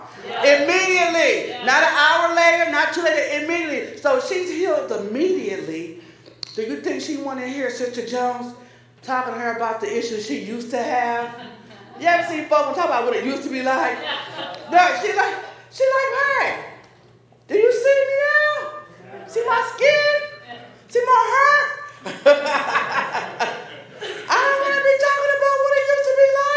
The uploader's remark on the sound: This sermon was delivered at Paradox on Saturday, April 15, 2023.